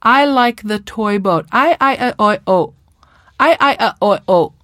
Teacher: the lack of the diphthongs makes the speech sound choppy, cut off, truncated